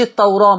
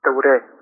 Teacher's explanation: كلمة التوراة دايما ورش يميل بالراء والالف شويه · Shown in: second take